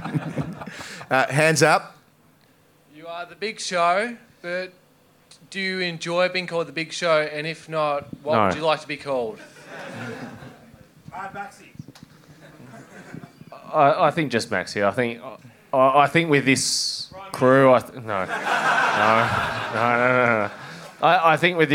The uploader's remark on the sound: Live at the Corner Hotel. With some polishing up for the audio feed.